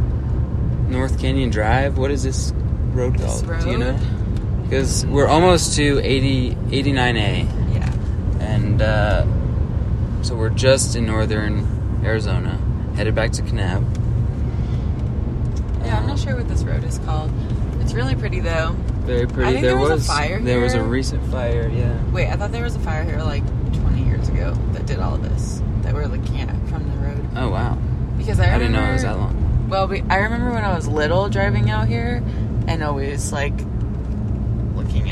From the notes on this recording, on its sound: recording from the north rim grand canyon.